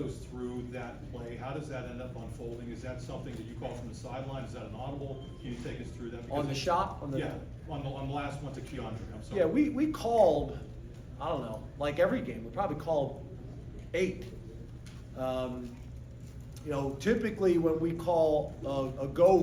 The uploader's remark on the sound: postgame press conference